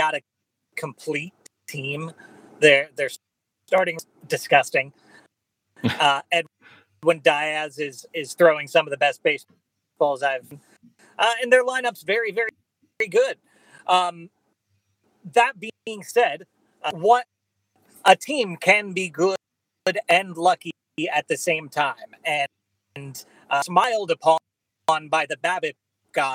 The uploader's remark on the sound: Apologies for the sound quality on this one, Wifi issues